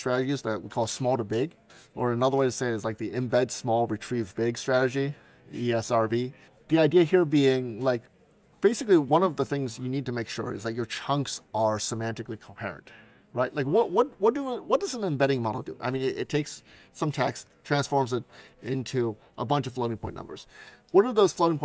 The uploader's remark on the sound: The audio quality of this episode may not be up to our usual standards, as the interview was conducted in the lively and bustling environment of a hackathon lobby.